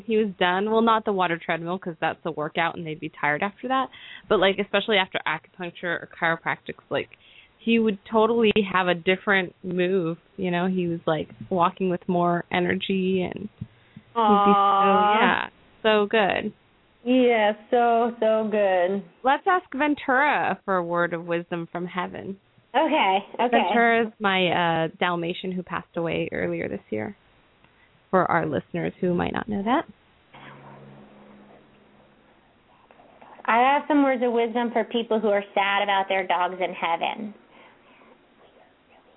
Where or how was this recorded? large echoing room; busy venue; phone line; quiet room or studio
phone line